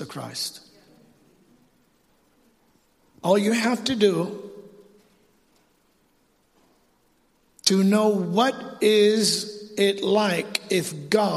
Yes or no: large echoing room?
yes